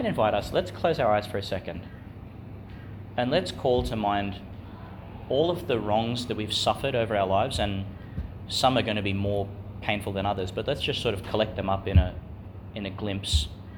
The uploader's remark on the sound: delivered in Chanel College Chapel, Gladstone, Qld.